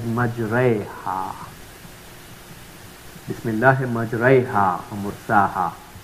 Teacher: We twist the voice of alif towards the ya. · Term: Al-Imalatul Kubra